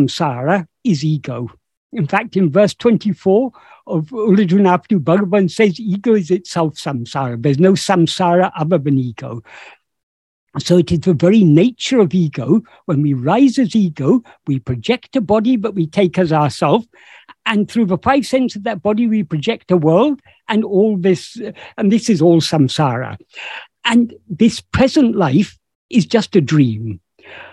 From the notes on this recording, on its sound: In a Zoom meeting of the ‘Ramana Maharshi Foundation UK’ on 24th September 2022